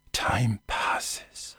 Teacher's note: Le même T français peut devenir outre-Manche une vraie plosive avec expiration d'air